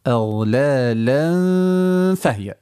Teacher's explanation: أتم الغنة في قاعدة الإخفاء